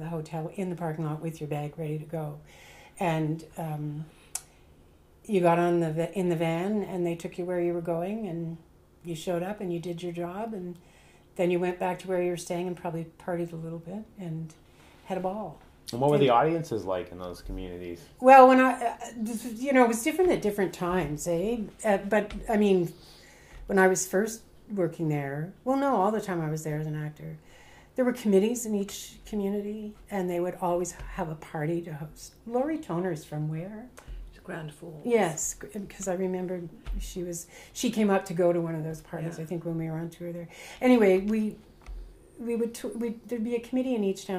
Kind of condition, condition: fault, sounds in the background